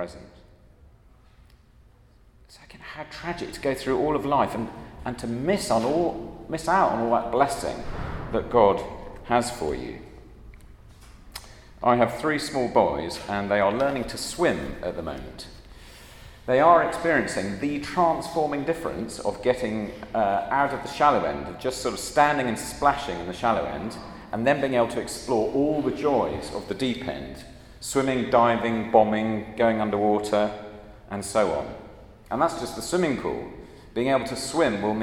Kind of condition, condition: setting, large echoing room